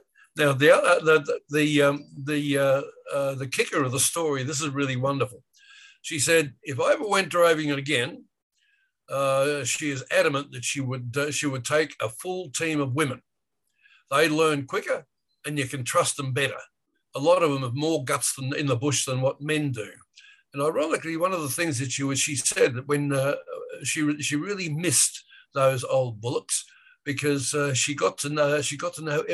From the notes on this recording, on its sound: We are using Zoom to transport you to the largest island on earth, Australia.